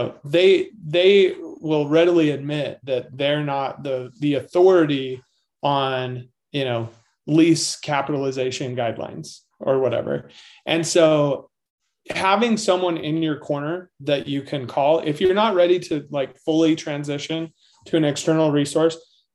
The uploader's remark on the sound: This was originally presented as a webinar.